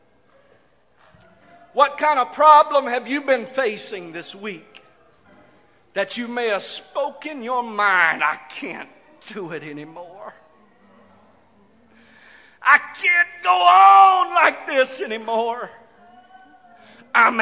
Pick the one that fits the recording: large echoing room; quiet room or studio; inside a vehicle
large echoing room